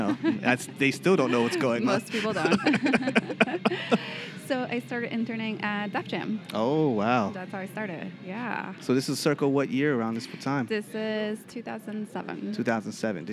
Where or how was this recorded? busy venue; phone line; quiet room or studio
busy venue